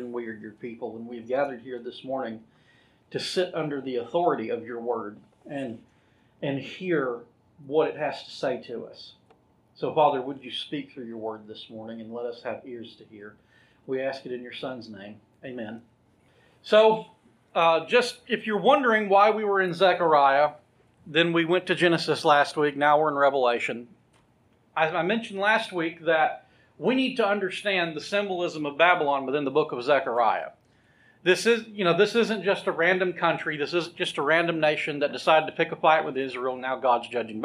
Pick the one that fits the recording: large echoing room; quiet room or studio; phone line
large echoing room